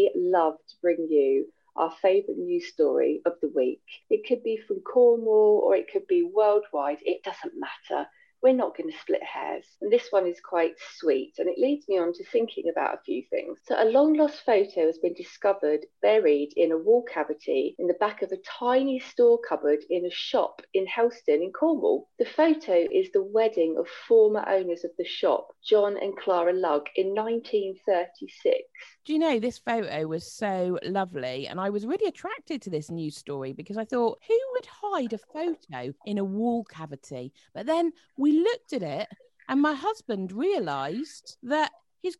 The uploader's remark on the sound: it may sound a little different as we are in lock down so recorded 'virtually' over the internet